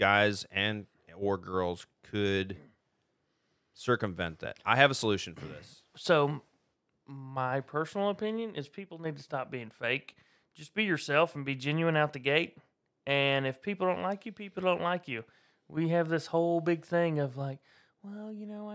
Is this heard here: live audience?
no